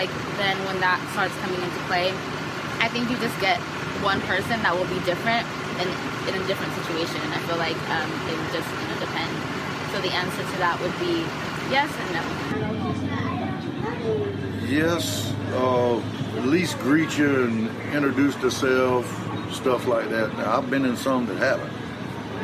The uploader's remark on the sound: (Audio from a video sermon). Interview people on the streets of Clovis.